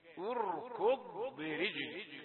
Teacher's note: الهمزة رقيقة والراء مفخمة والكاف رقيقة والضاد مفخمة، أربعة أحرف يعني كل واحدة منهم تحتاج إلى عناية خاصة حتى لا تلتبس يعني الايه الاحكام ببعضها.